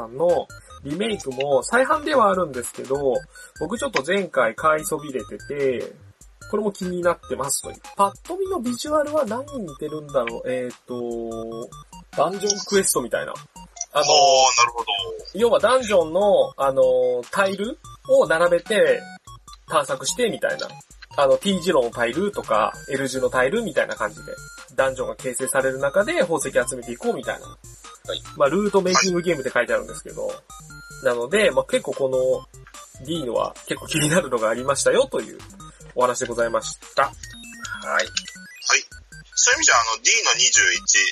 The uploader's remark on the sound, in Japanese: ボドオレ初のスカイプ収録となります。一部音質が悪かったりもしますがご容赦ください。